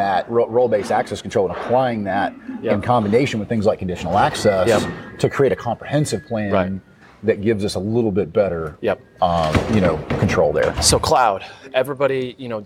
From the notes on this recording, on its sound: Live at LegalSec22. Coming at you LIVE from LegalSec22 in San Antonio Texas.